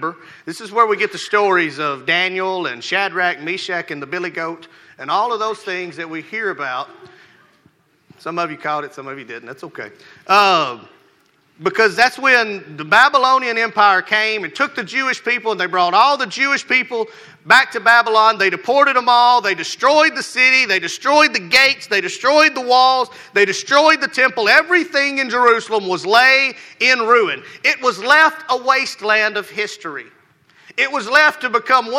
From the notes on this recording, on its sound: Rocky Valley Baptist Church morning service